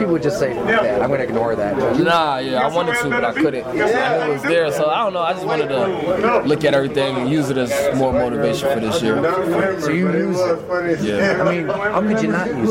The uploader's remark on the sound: here is some sound from the Bengals locker room